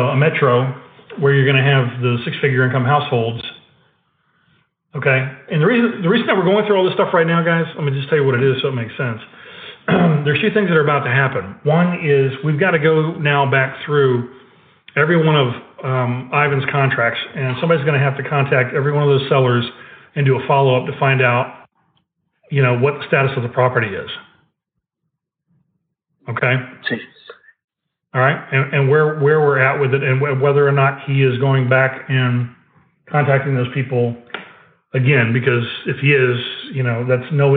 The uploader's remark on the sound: Live Call. Listen in live to a Joint Venture Partner Mastermind Call.